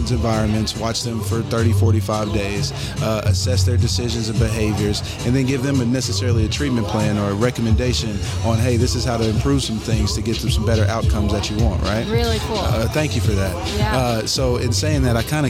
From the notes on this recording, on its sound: Live on the scene, chocolate art show interviews. Chocolate Art Show Interviews Sounds of the Event.